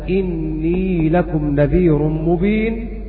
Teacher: وباقي القراء قرأوا بكسر الهمزة إني لكم نذير مبين بكسر الهمزة لأنها في معنى القول، يعني قال لهم إني لكم نذير مبين.